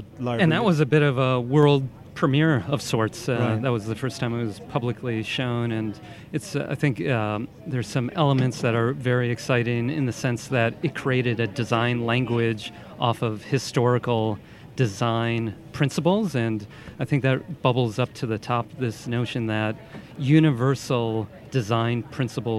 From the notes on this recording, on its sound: This first of three episodes recorded at the Cannes Lions International Festival of Creativity 2018.